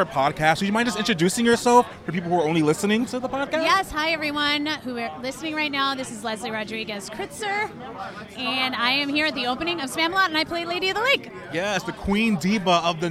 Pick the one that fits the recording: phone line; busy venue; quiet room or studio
busy venue